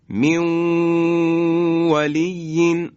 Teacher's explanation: نون در واو ادغام میشه، حروف یرملون.